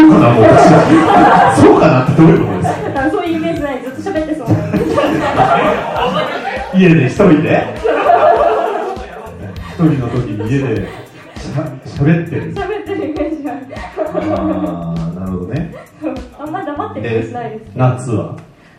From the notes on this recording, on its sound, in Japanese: 公開収録